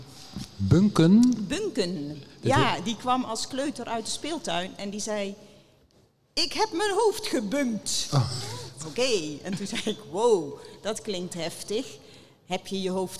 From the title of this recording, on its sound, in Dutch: Live in de LocHal